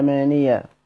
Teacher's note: سيدنا أبو جعفر بيقرأ كلمة الأمانة حيث ما وقعت بيخفف الياء فيها · Term: بتخفيف الياء